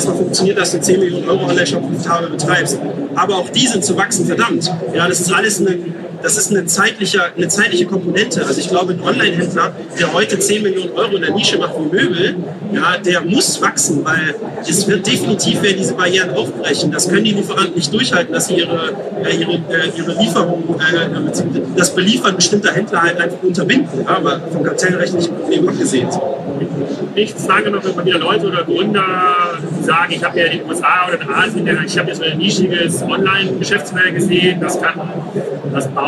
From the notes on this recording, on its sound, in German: Die Aufnahme haben wir bei der #OMR17 gemacht und wir mussten auf die schlechtere Aufnahme zurückgreifen. Die Aufnahme haben wir bei der #OMR17 gemacht und wir mussten auf die schlechtere Aufnahme zurückgreifen.